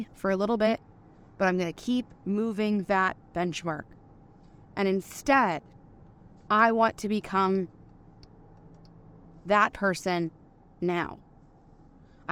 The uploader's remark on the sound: Today I recorded a true Quickie episode, in the moment while driving.